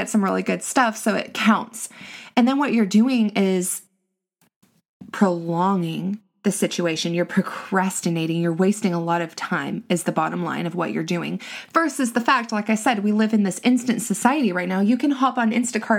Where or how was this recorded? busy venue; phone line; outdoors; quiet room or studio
quiet room or studio